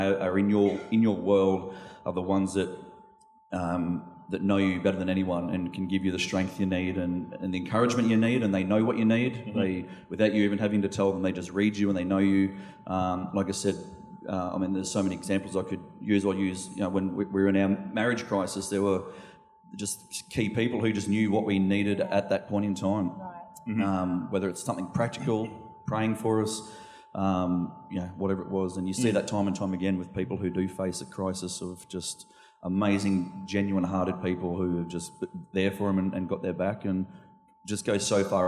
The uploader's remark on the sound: This was recorded in our 9am service on the 27th of November, 2022